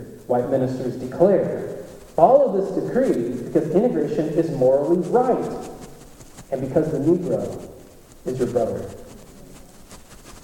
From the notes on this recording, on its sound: There were technical difficulties in recording this week's Race Talks.